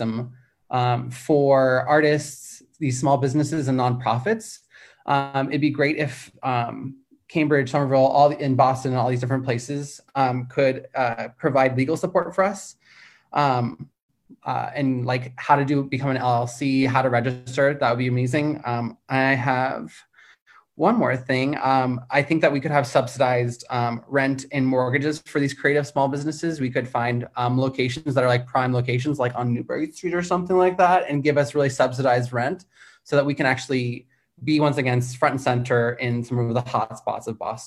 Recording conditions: video call